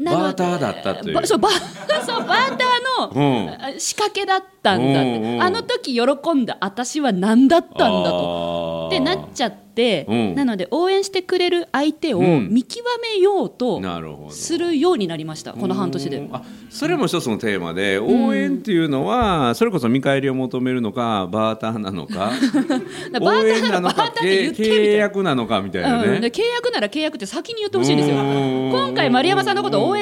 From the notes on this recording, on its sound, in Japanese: 大阪での公開収録にお集りいただいた方からの質問！